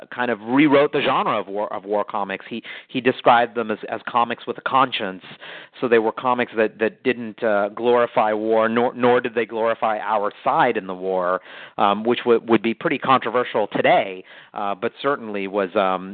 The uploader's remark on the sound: Call in Question and Answer Session